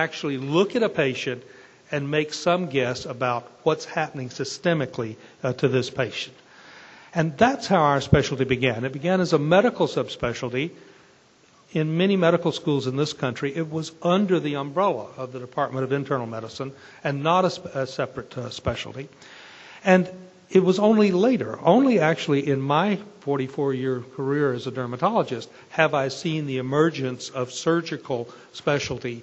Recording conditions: large echoing room